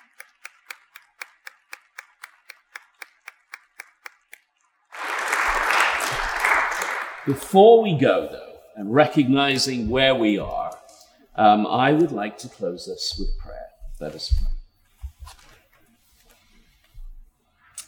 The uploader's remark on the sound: A conversation held at Timothy Eaton Memorial Church in Toronto